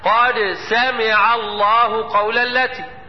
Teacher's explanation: لو جيت اشوف هلاقي الدال لها ست صفات والسين لها برضو ست صفات بس مختلفين، مختلفين. الدال مجهورة بينما السين مهموسة، الدال شديدة بينما السين رخوة